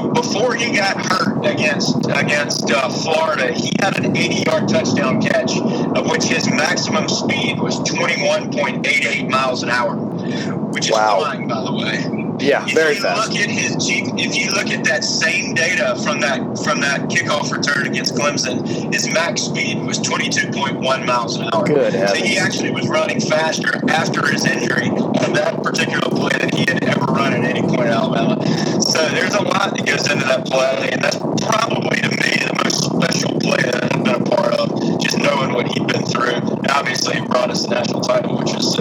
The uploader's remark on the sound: NOTE*: poor sound quality and background noise due to recording on the interstate.